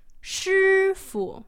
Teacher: it's a first tone, a high, long, level tone, and then neutral tone. A neutral tone.